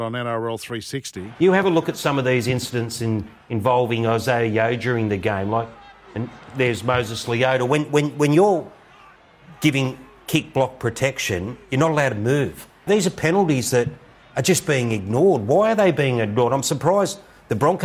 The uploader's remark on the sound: Live from the 2023 Dally M Awards. Live at the 2023 Dally M Awards in Sydney.